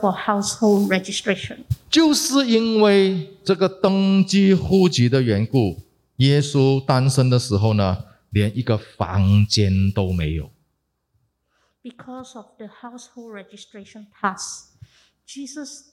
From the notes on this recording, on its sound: Heavenly Peace (Christmas Eve LIVE Evensong Service).